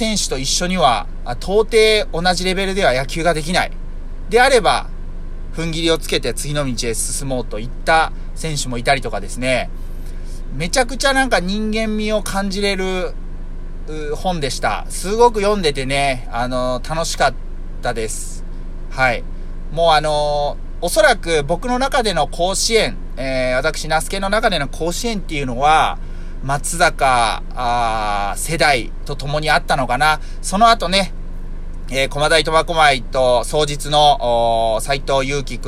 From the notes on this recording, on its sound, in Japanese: 車内で涼ながら収録しているのでエアコンの雑音がBGMっす。